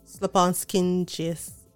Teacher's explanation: the T was silent when I listened to the pronunciation. Slapaskinjis.